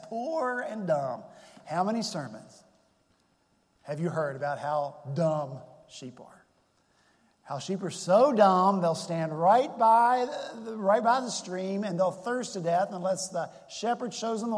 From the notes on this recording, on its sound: at Redeemer Presbyterian Church in Charleston, SC